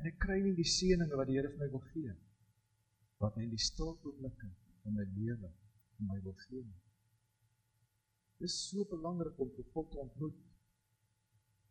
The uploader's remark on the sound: Preek opname tydens erediens in Loughton.